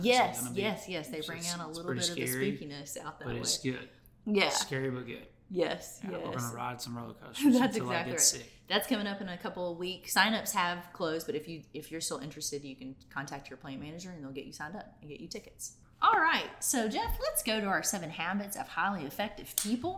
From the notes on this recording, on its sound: Live from Pine Creek Golf Club in Mount Juliet, Tennessee